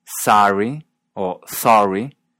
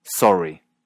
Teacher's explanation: Un sonido más abierto, sorry o sorry, y uno más cerrado, sorry.